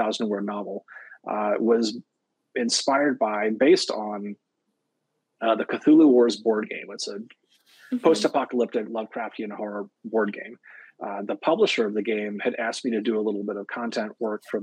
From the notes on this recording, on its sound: Recorded through Streamyard. YetiBlue microphone used for recording.